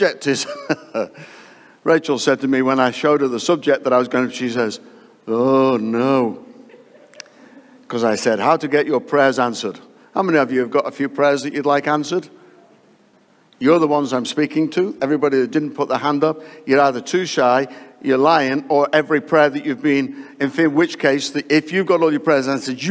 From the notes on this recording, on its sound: live from Destiny Church, Wakefield, UK